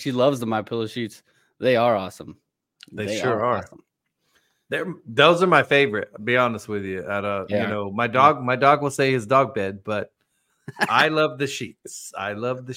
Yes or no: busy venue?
no